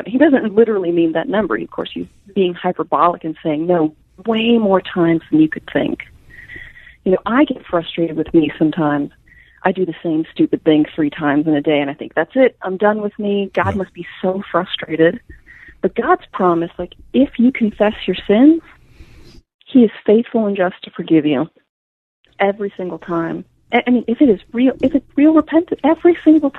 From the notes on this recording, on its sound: go to the phones